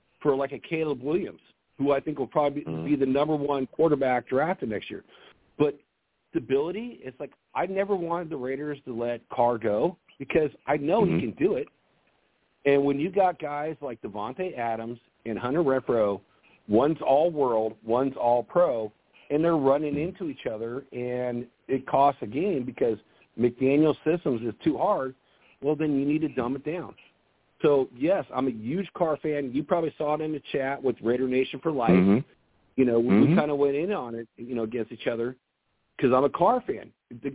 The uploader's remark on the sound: I take live callers!